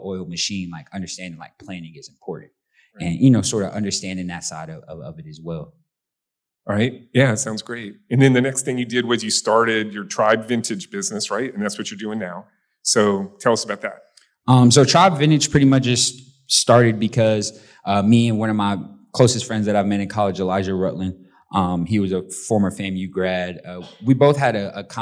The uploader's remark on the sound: Recorded in front of a live audience at the inaugural Access Tallahassee YP Summit held at the FSU Conference Center in April.